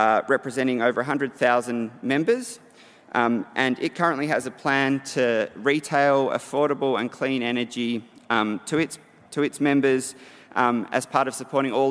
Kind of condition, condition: setting, live audience